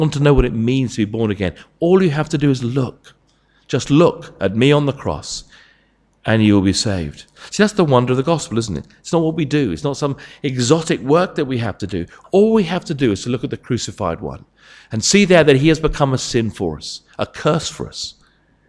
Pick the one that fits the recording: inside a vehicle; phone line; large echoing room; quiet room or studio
large echoing room